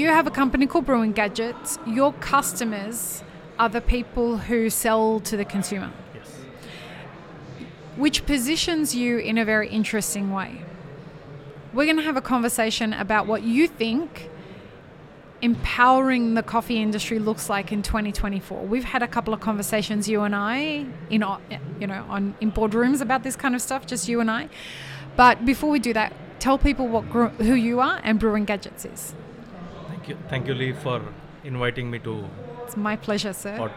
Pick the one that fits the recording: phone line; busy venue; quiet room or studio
busy venue